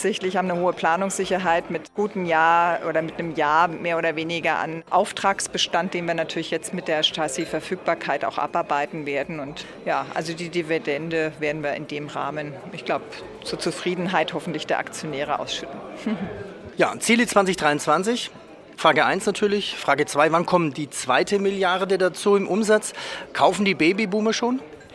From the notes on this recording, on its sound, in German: Live aus Omaha von Berkshire HV.